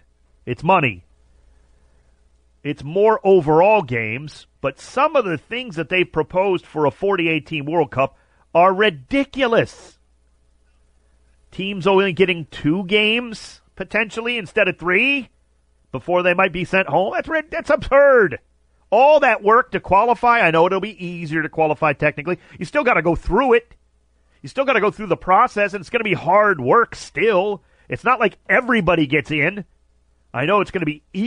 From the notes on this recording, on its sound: called